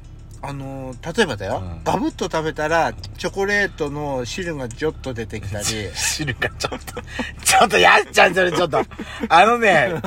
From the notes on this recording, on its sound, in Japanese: パーキング収録